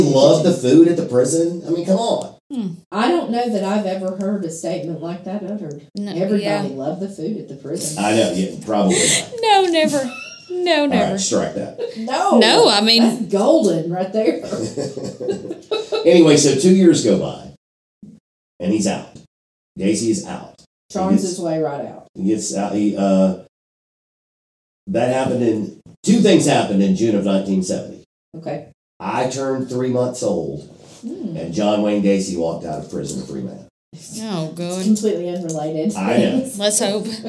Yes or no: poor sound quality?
yes